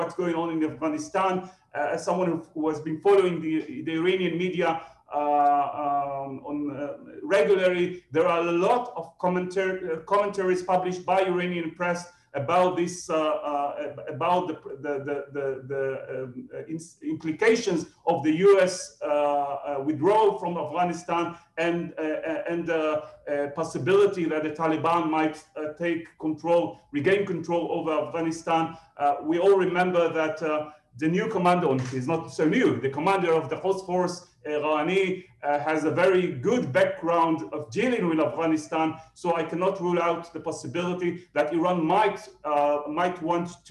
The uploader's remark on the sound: This public talk was conducted online via Zoom